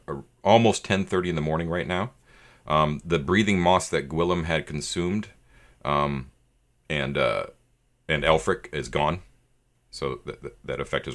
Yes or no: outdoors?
no